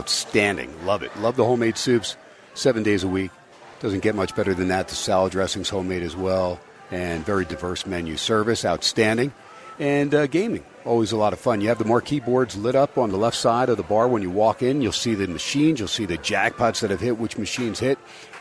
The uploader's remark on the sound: SPORTSXRADIO VALENTINES DAY AT STEINERS PUB 2/14/24. "Live" #SteinersPub #LasVegas.